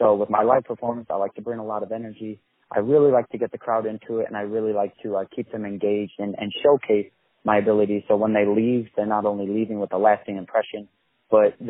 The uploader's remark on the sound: On the phone